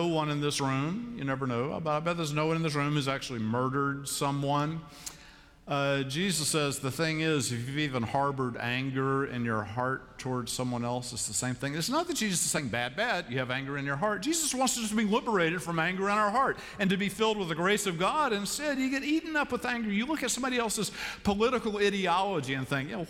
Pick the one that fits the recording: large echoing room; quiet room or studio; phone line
large echoing room